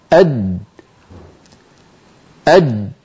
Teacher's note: لما يقول الواحد منا أد جيم غير مقلقلة، أد هل لاحظتم كيف أن الصوت قد انقفل تماما عند وسط اللسان وانتهت الأسهم التي عبرنا عنها بجريان الصوت من الوترين الصوتيين إلى مخرج الجيم وقد انقفل المخرج تماما؟ · Term: جيم ساكنة غير مقلقلة